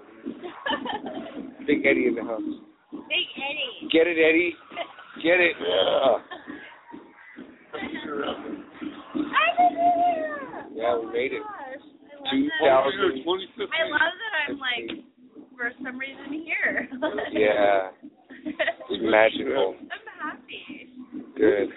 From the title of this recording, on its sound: New Year's Eve at the Old Towne Pub